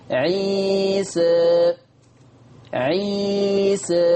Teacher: دي ألف ممالة بس قريبة للفتح يا شيخ · نلاحظ أن الألف ممالة ولكنها إلى الفتح أقرب، إذن يطلق عليها إمالة صغرى